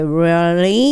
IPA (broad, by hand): ríː(ə)li